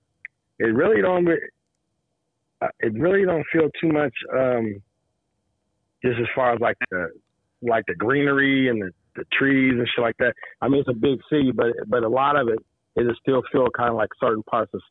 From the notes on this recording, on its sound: We get on the phone long distance to NYC.